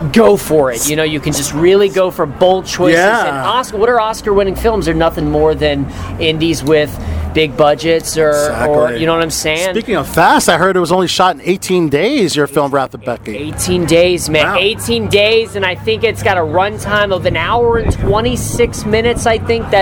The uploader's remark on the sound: an exclusive interview from the SXSW festival